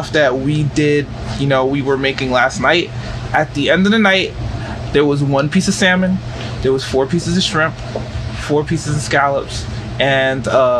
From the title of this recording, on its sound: Live in Restaurant